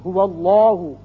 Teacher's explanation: اس کا قاعدہ پڑھ چکے ہیں کہ یہ درمیانی جو لام ہے، یہ اگر پہلے زبر یا پیش آ جائے تو اس کو پر کر کے منہ بھر کے پڑھتے ہیں، چونکہ واو پر زبر ہے اس لیے اس کو پر پڑھیں گے